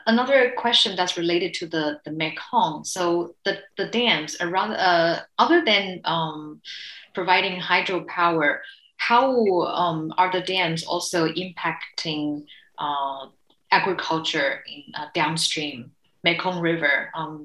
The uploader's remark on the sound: This special episode is the recording of the SOPA media insider webinar